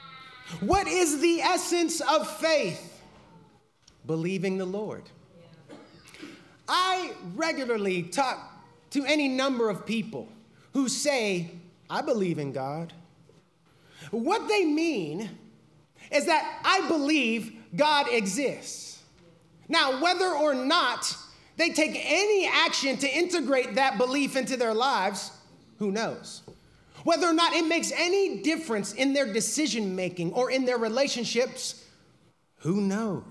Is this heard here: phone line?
no